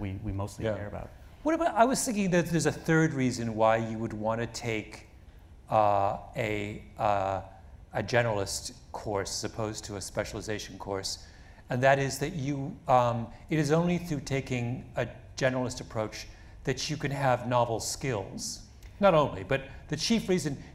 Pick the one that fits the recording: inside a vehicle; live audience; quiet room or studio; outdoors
live audience